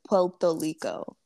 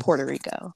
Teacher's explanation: in Puerto Rico they don't say their R's, they say L's · Shown in: first take